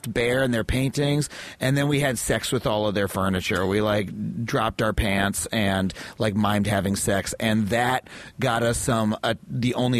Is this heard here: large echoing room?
no